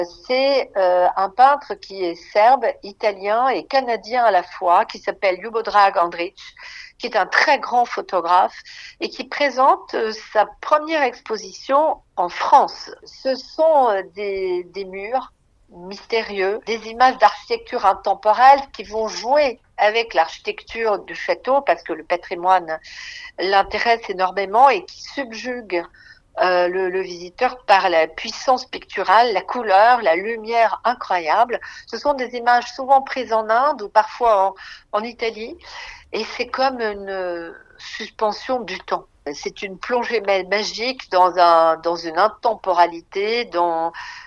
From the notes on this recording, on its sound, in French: Enregistrement réalisé par téléphone, entre Paris et le Domaine de Chaumont-sur-Loire.